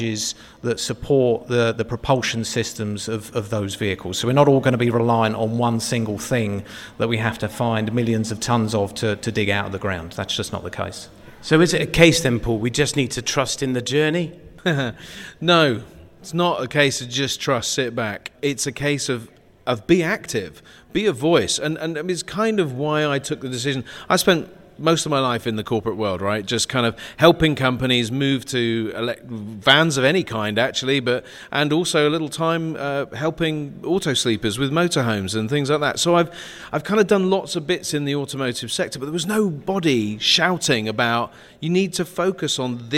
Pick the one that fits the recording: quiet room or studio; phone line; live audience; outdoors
live audience